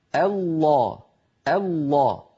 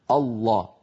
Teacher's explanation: الانتقال من همزة مرققة إلى لام مفخمة · Shown in: first take · الله، ولا نقول أبدا الله.